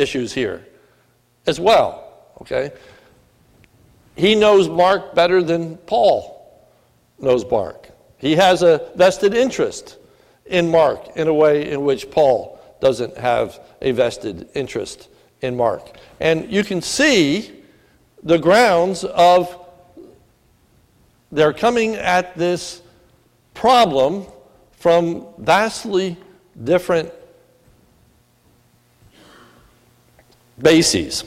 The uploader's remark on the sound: This is a sermon recorded at the Lebanon Bible Fellowship Church at the Lebanon Bible Fellowship Church in Lebanon, PA on 12/3/2017 during the evening service